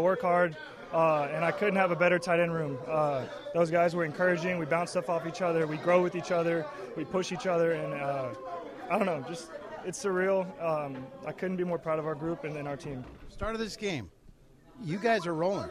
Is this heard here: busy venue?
yes